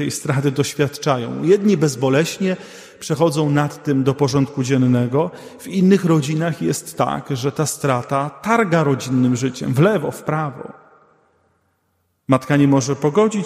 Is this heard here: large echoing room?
yes